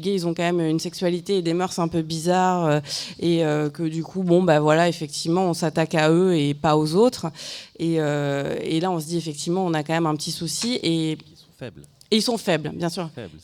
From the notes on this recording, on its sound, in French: Cette interview est extraite de notre émission spéciale à La Folie dans le cadre du festival Bizarre.